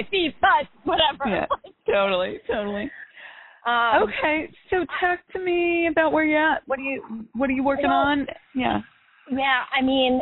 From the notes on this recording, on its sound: In this Coaching Uncut Series, we take you behind the scenes and allow you to listen in to the coaching I do with clients. All of these coaching calls have been recorded with permission from my clients.